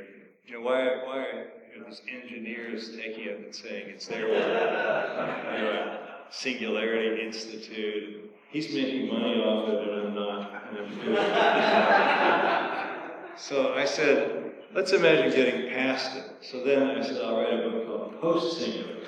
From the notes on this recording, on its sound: A talk at the Transhuman Visions conference at Fort Mason in San Francisco. Some good laughs from the crowd. The sound quality is poor, as there was an echo in the hall.